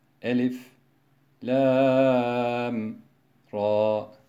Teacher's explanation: Ebu Cafer ise sekte yaparak, bunları hep ayırarak okur. Elif, lam, ra şeklinde.